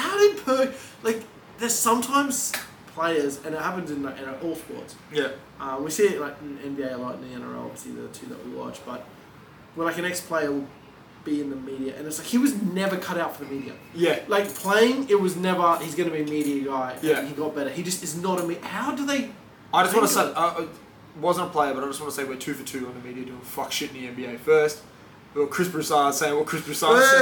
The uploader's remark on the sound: we had to put out bad audio